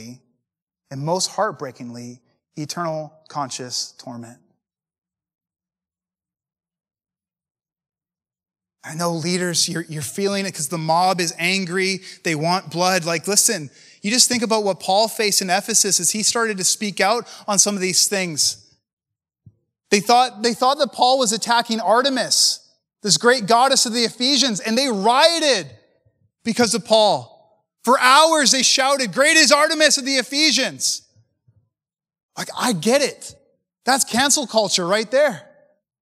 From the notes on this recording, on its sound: preached at a recent MFI Canada Conference